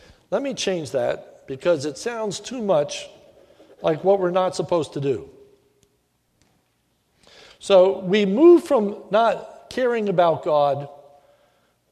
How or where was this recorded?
large echoing room